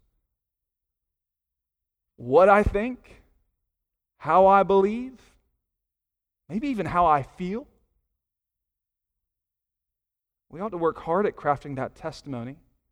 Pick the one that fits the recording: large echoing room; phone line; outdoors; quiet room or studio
large echoing room